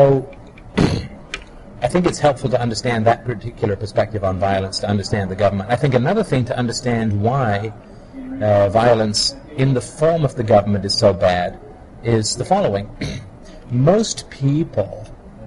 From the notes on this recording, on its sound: public recording; lower quality